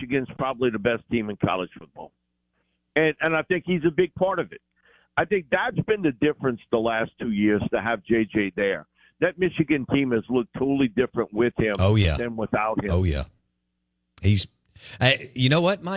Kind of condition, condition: link, phone line